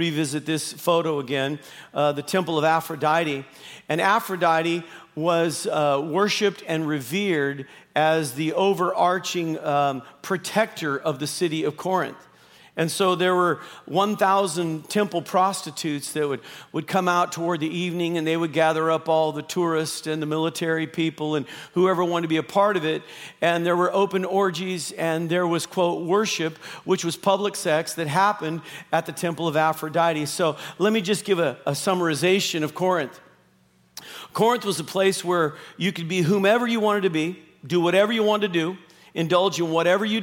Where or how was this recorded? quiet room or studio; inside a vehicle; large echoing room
large echoing room